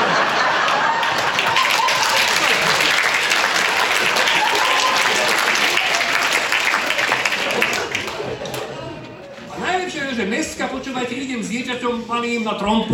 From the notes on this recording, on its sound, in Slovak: LIVE Špeciál. Špeciálna epizóda z LIVE vystúpenia.